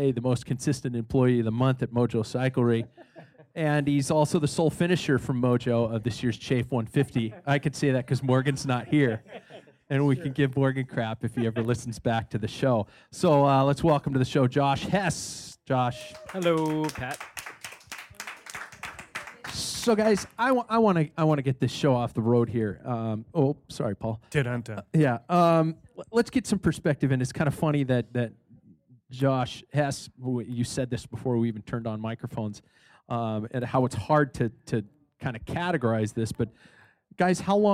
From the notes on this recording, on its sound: Live at Badass Backyard Brewing in Spokane Valley